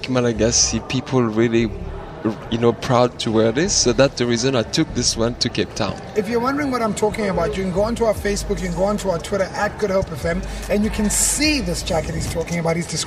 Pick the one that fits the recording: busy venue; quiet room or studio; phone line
busy venue